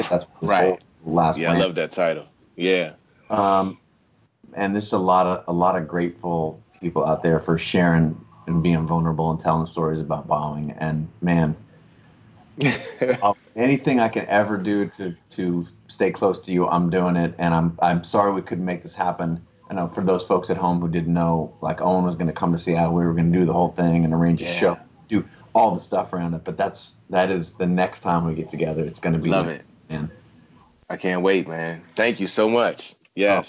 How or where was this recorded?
video call